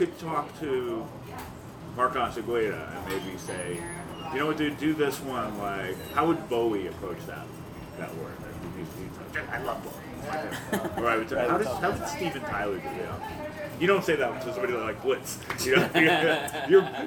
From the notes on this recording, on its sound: Interviewed at Duff’s Alcohol Abuse Center in Brooklyn, New York